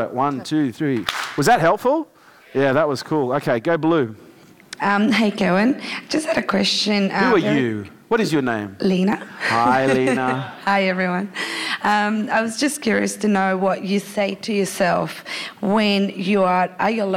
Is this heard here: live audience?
yes